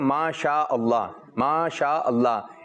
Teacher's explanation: شین جو ہے منہ میں آواز پھیل جاتی ہے · Term: مد